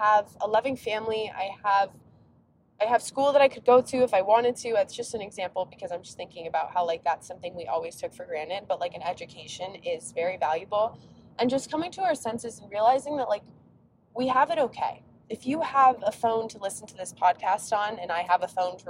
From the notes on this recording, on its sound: We are keeping today’s episode super casual as I record the podcast while on a 5 hour roadtrip!